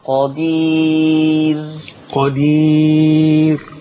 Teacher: بس خلي بالك قدير مرققة من غير ما نكرر الراء